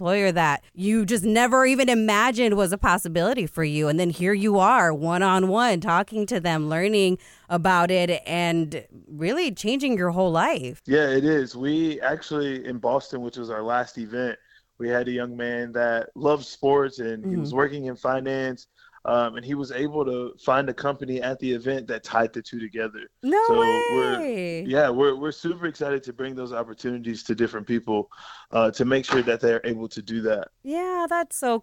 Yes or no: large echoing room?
no